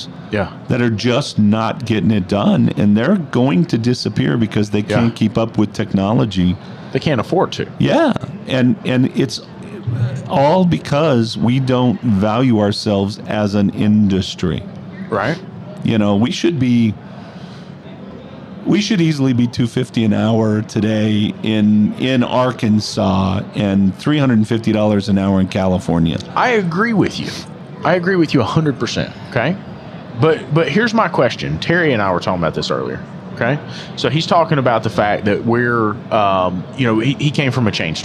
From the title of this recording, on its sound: Live at AAPEX 2022